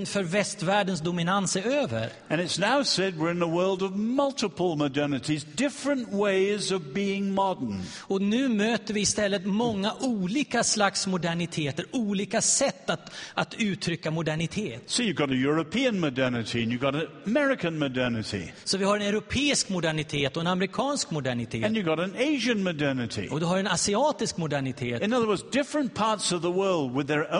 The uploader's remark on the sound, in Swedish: Inspelad vid Apologiakonferensen i G&#246;teborg 2012-09-28